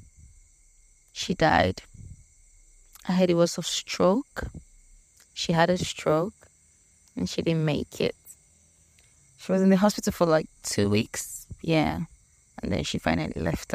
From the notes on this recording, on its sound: The crickets in the background are paid thespian. In the village in front of an old primary school just before her house.